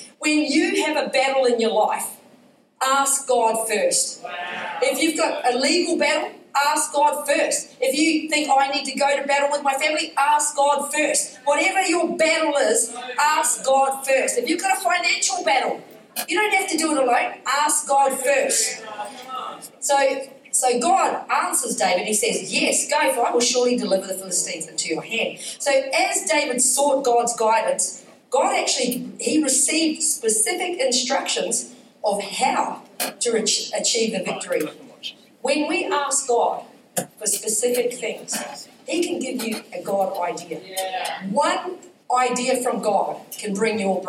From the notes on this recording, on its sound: Recorded during our Melbourne East service on Sunday, the 25th of June 2023